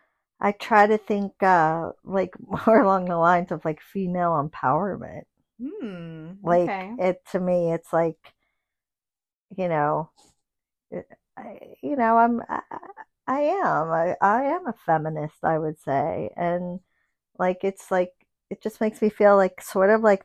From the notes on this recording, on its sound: We’ve got some funky audio in this one.